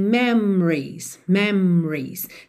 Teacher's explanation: A única palavra que você precisa ter um pouquinho mais de cuidado é a palavra memories, memories. Porque esse O aí do meio, ele não aparece.